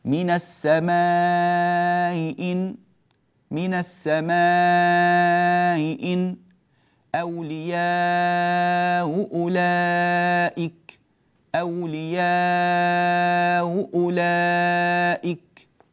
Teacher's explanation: نقرأها الكلمتين بالتوسط ثم الكلمتين بالقصر